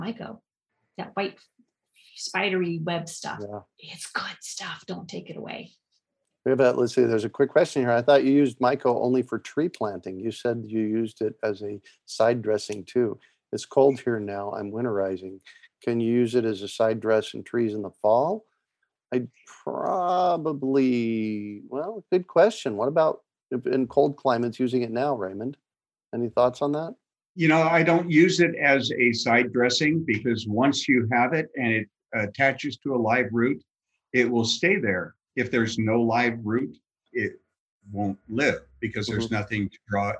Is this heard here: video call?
yes